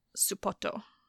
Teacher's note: You put in the su because you can't say S and P back to back. And then you have the extra O on the end because you can't end it with a T.